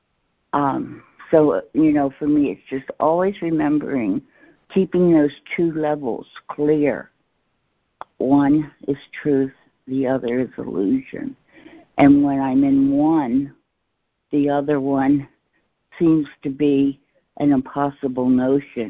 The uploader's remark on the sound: ACIM Daily Conference Call.